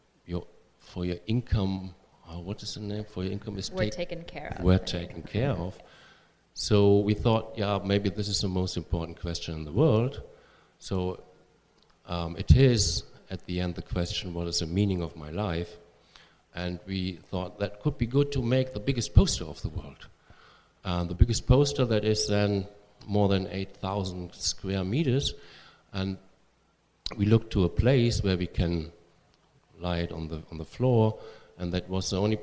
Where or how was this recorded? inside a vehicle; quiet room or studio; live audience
live audience